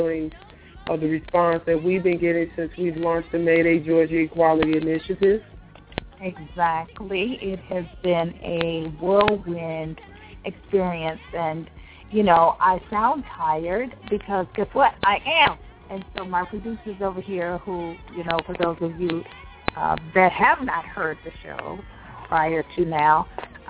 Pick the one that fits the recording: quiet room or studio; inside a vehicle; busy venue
busy venue